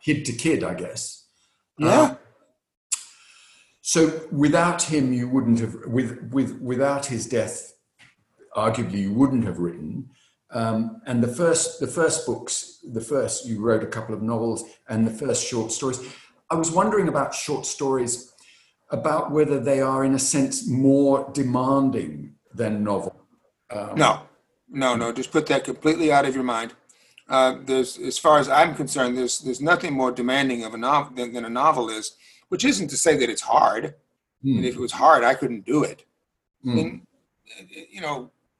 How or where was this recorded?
video call